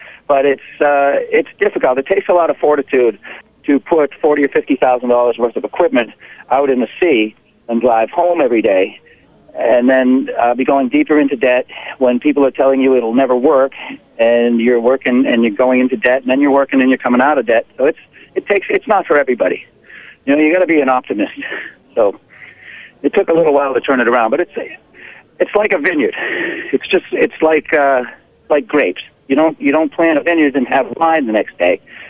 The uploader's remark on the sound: joined via the phone lines